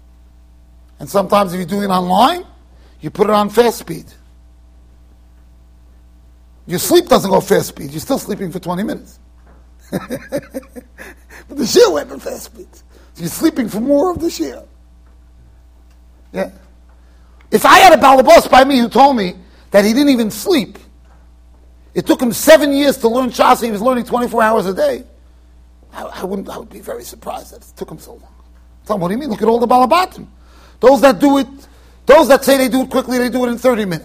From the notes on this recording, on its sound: Shiur recorded in Yeshivas Ohr Reuven, Monsey NY